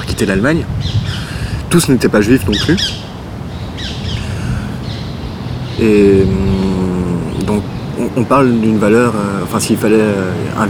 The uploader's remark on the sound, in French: Dans un parc de Bruxelles.